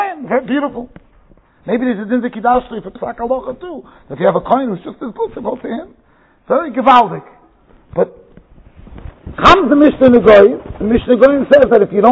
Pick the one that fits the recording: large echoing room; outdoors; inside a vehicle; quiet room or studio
large echoing room